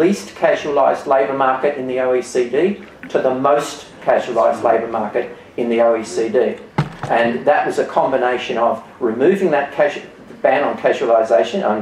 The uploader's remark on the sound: An audience member asks how we can wind back precarious work.